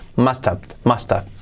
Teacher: Cuando unimos, you must have, must have. Ese must have prácticamente se une saltando desde el H